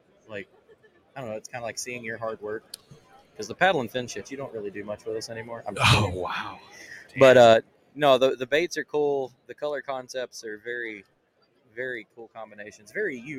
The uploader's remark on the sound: Live from ICast '23 the PNF Hosts take over the DUBRO Fishing booth